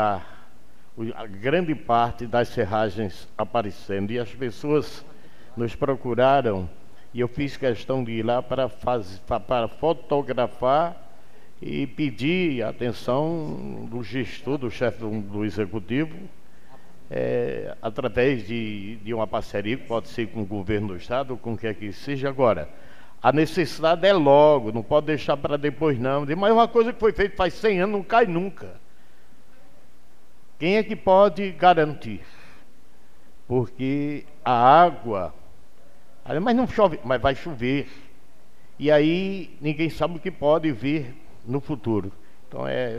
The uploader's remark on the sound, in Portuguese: 02ª Sessão Ordinária de 2023 do Poder Legislativo do município de Jardim do Seridó/RN. Transmitido ao vivo no dia 06 de março de 2023, diretamente do Plenário Dr. Manoel de Medeiros Brito, anexo I da Câmara Municipal.